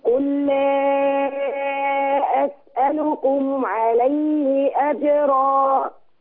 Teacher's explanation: ما تطوليش في المد، أجرا حركتين بس